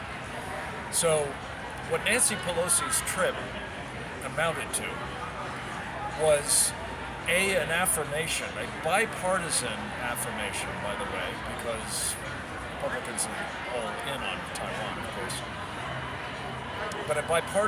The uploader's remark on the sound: LIVE FROM CPAC TEXAS